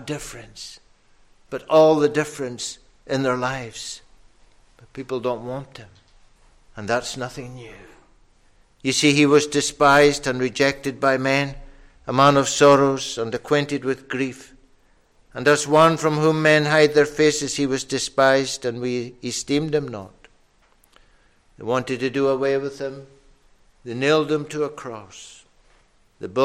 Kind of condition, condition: setting, large echoing room